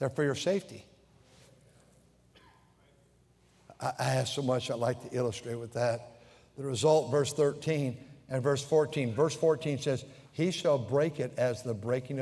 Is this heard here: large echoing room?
yes